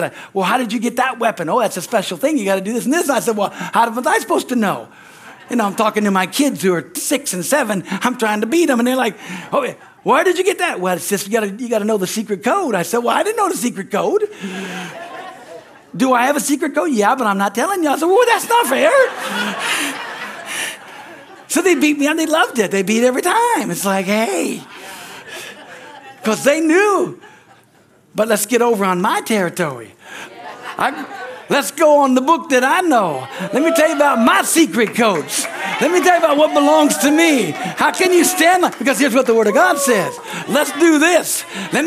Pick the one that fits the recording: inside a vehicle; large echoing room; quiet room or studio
large echoing room